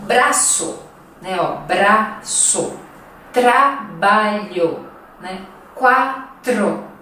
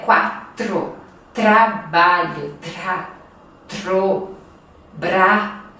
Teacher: Este R, ele fica bem tremido